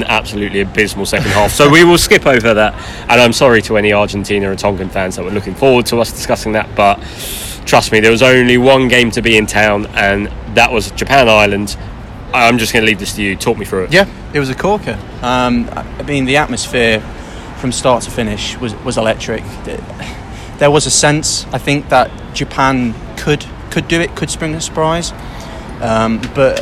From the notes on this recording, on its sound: on the streets of Shinjuku